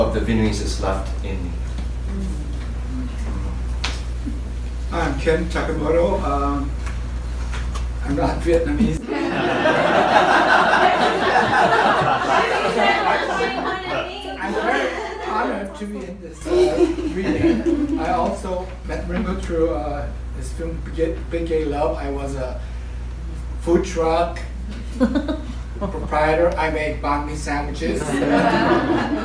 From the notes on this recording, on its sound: Film Script Live Reading Event with Famous Actors at the Celebration Theater, Hollywood, California.